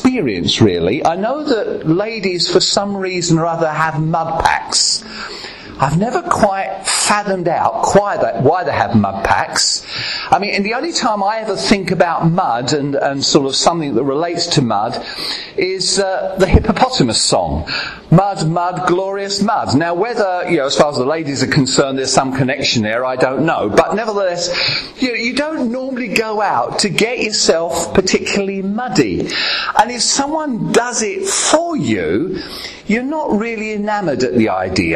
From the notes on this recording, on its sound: at Ashingdon Elim Pentecostal Church